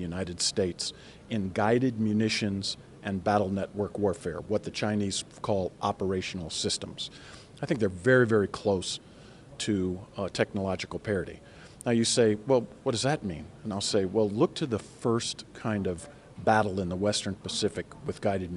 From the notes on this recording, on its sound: The interview was conducted on the sidelines of CNAS’ annual conference, this year titled, “Strategic Competition: Maintaining the Edge.”